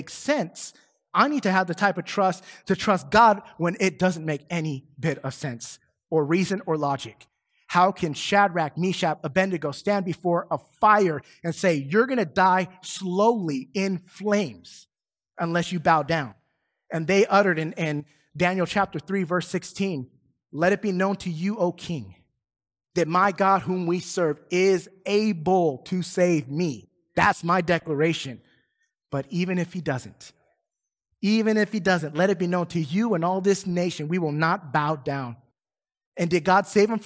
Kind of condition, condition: setting, large echoing room